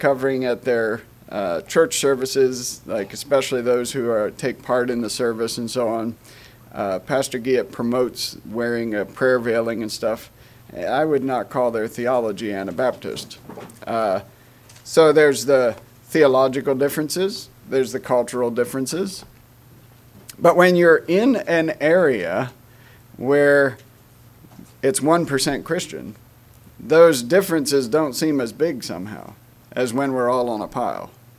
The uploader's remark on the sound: Message preached at Word of Hope on Sunday June 25, 2023